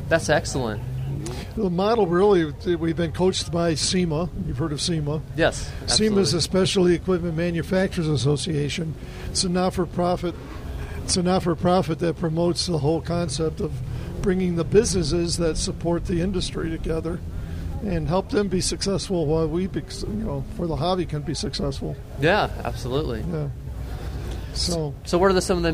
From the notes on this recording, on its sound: LIVE from Caffeine and Octane with Southeast Wheels Events.